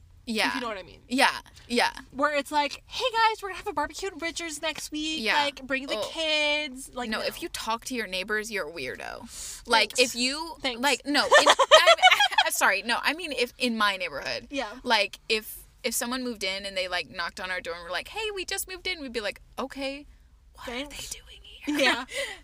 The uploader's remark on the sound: Recording in the car!